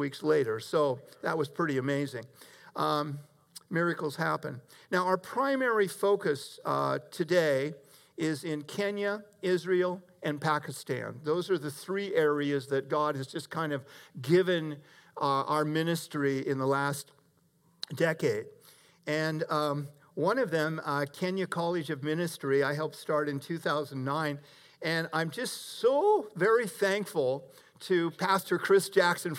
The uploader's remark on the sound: Delivered 28 June 2021 at Grace Church of La Verne . Delivered 28 June 2021 at Grace Church of La Verne .